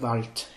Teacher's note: would you say definitely to really unvoice that Wald, that D?